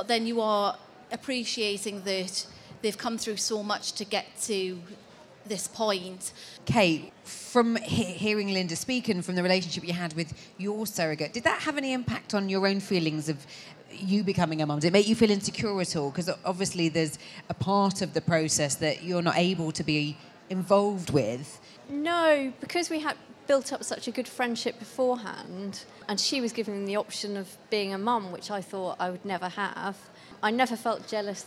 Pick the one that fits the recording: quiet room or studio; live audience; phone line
live audience